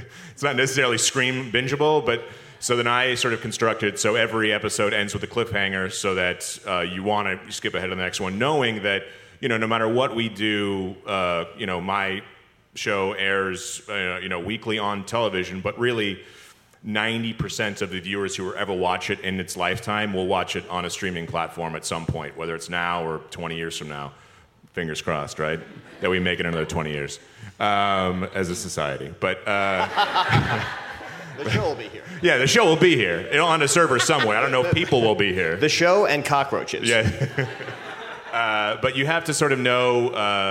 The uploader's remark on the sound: Recorded Live at the 2018 ATX Festival.